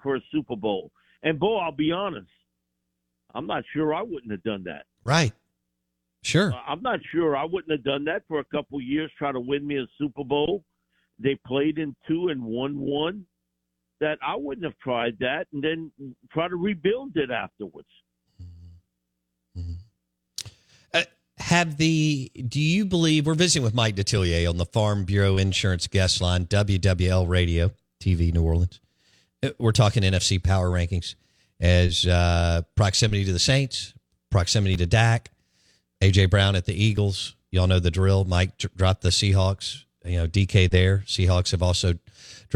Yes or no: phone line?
yes